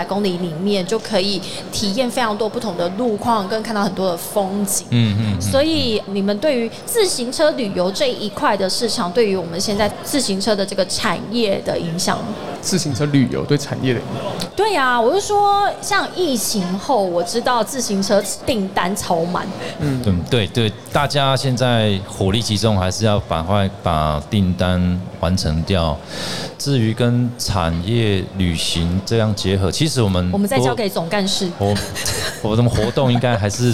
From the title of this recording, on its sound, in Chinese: 2022 Taipei Cycle台北國際自行車展-Live Podcast